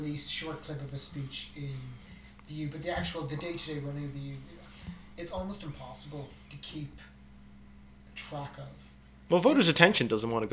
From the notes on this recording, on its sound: the audio for this episode requires everyone to turn up the volume, we apologise for any inconvenience caused!